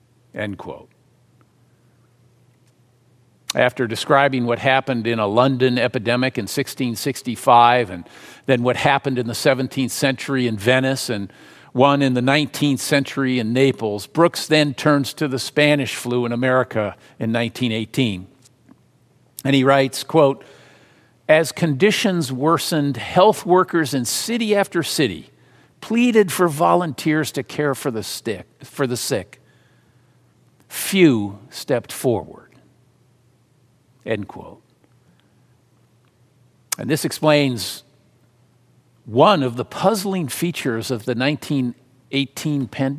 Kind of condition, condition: setting, large echoing room